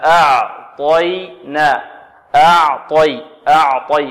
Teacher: نرقق العين ونفخم الطاء ونرقق الياء